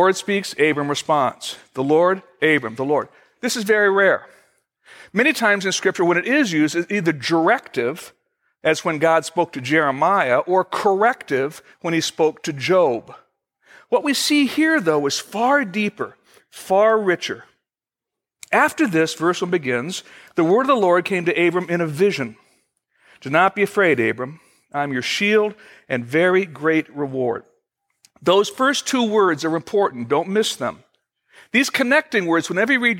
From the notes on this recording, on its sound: Originally recorded September 21, 2014, at Fellowship Missionary Church, Fort Wayne, IN.